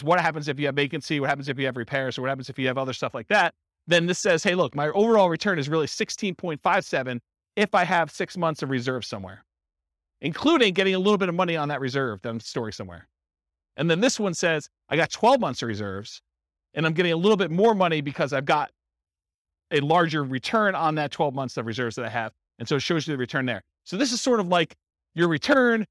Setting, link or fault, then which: setting, live audience